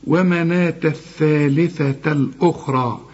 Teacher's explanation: طلع لسانك في الثاء الأولى والثاء طبعا الثانية